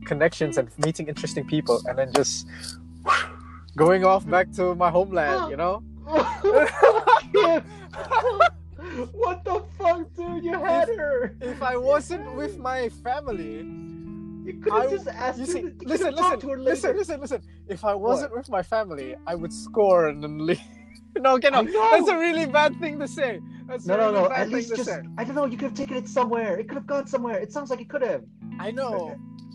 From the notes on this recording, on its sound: Totally didn't record this episode while I was driving to work.